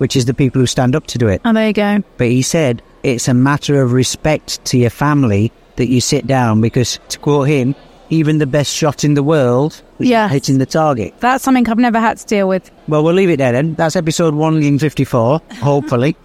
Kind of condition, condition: setting, busy venue